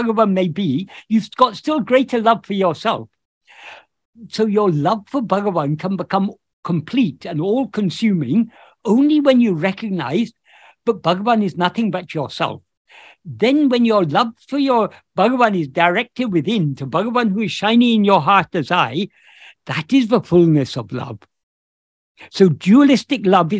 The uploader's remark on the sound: In a Zoom meeting of the ‘Ramana Maharshi Foundation UK’ on 8th October 2022